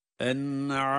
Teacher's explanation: Yani en derken nunu kendi sesiyle okuyoruz. · Term: izhar